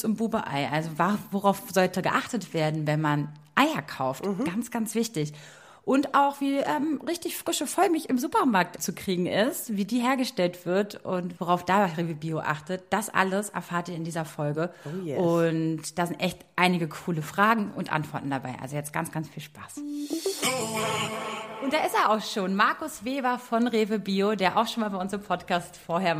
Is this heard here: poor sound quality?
no